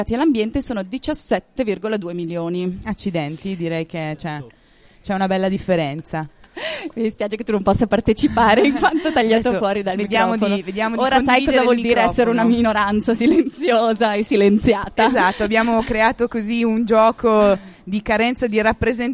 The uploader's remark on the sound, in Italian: realizzato durante il Festival dell'Economia 2019